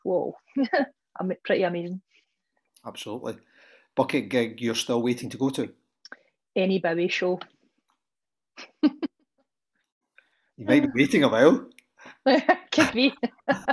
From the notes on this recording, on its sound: We had great fun doing them, and have therefore decided to go ahead and publish the Zoom videos in full.